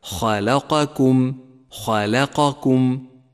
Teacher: ولاحظ أن حرف الخاء مفخم وحرف اللام مرقق، والقاف حرف مفخم والكاف والميم حرفان مرققان